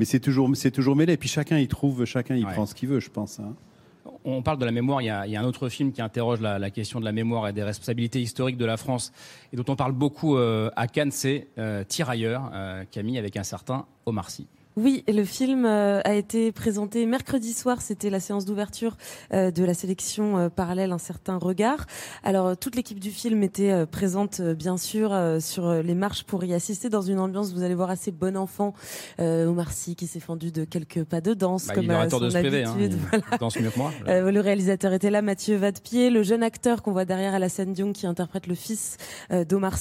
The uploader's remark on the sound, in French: en direct du Festival de Cannes